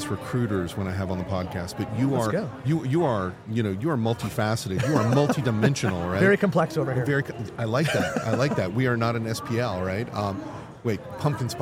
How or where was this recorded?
busy venue